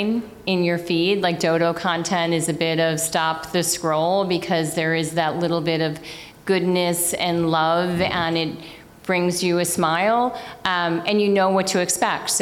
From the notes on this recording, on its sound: At a live recording event of the Digiday Podcast